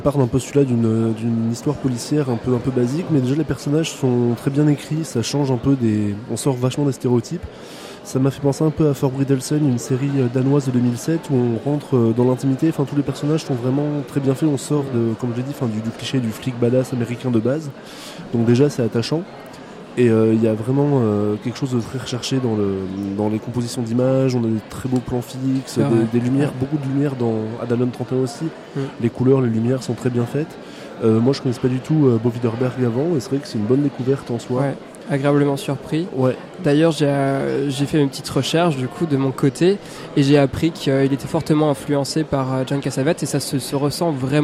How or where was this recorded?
busy venue